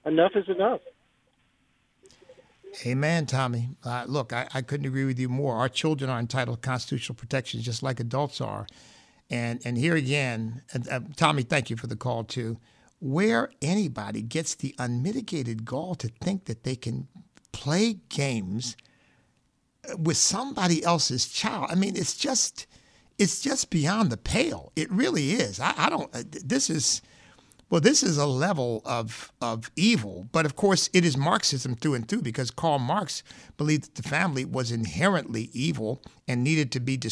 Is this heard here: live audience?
no